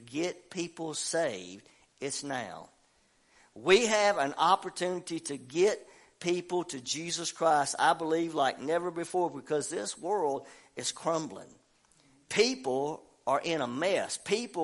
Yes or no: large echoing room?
yes